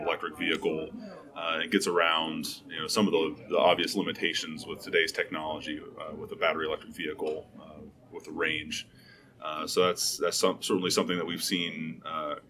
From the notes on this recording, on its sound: In Las Vegas, from the show floor of CES 2020.